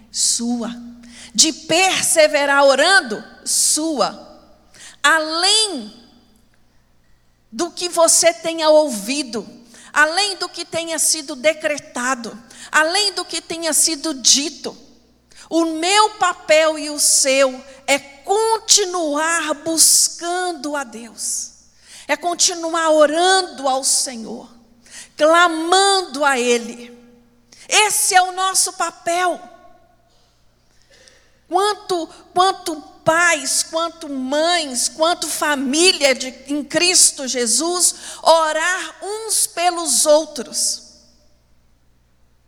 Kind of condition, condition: setting, large echoing room